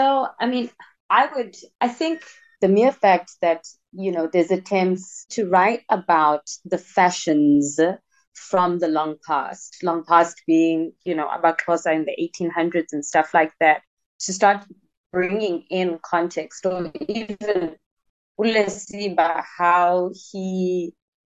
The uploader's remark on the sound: recorded online in 3 different cities in South Africa over Zoom